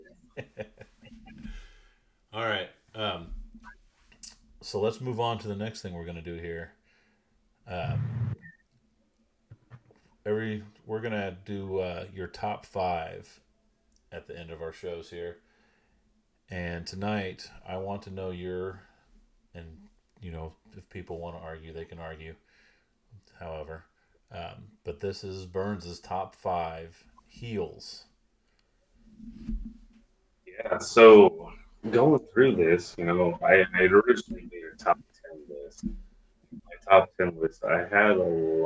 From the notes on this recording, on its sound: Forgive the audio, it's the first show.